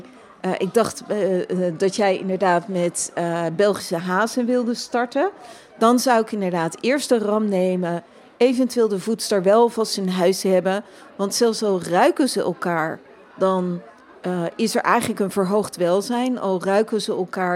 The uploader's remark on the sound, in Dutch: Live vanaf Animal Event